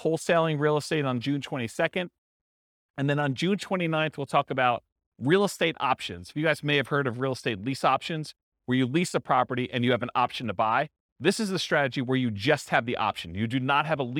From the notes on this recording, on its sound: This was a live class recorded